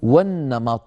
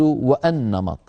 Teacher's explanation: وكلمة النمط أولها همزة وصل، لو وضعنا قبلها واو فإننا نقول والنمط ولا نقول وأنمط · Shown in: first take